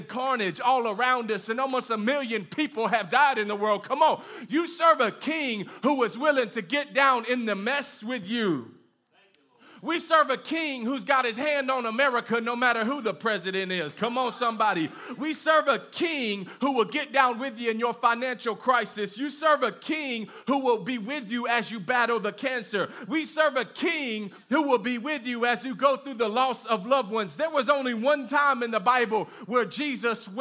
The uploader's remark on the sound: live from Canvas Community Shelbyville Churc